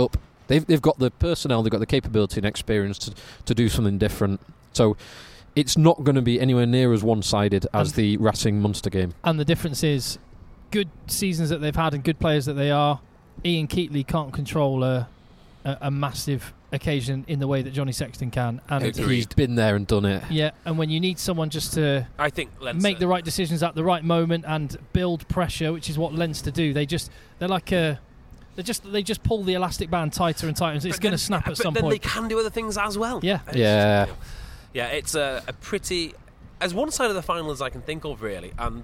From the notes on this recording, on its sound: Live from the Costa del Salford. The boys risk heat stroke outside the balmy stadium after the Premiership domestic season comes to an end.